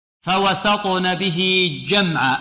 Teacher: به الها هنا لماذا وصلناها بيا لفظية؟ لأنها وقعت بين متحركين، وهذه قاعدة بارك الله فيكم للإمام قالون.